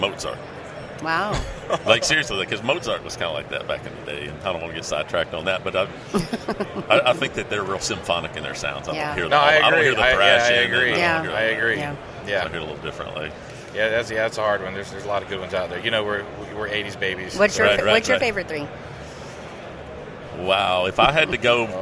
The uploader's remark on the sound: during the 2019 ATA Show